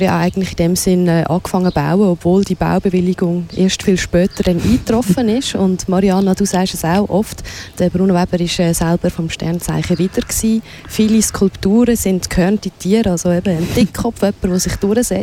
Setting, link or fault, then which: setting, outdoors